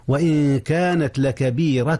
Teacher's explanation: إخفاء النون قبل الكاف